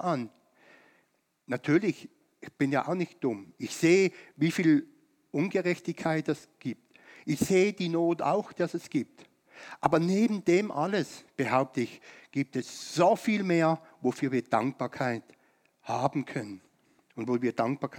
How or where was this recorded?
large echoing room